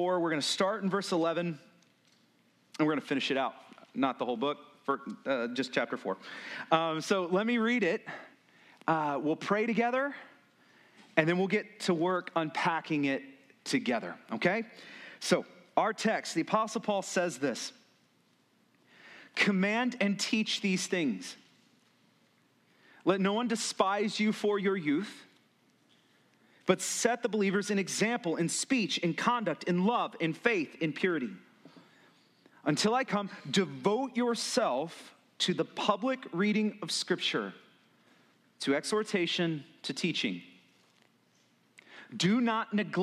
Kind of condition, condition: setting, large echoing room